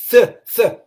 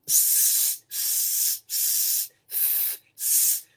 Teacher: when you stick your tongue out, it becomes like th, th. But when you put your tongue in, you put it in, it sounds s, s, s, s.